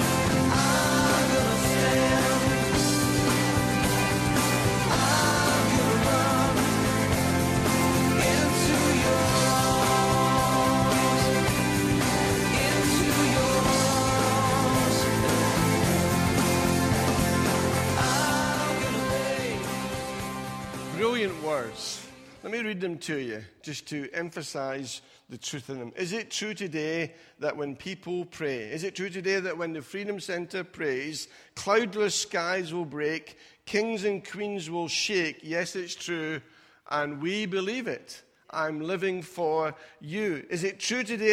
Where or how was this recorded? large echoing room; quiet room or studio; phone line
large echoing room